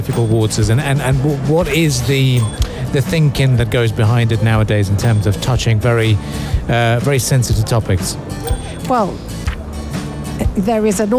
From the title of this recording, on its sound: Live from SIBF 2023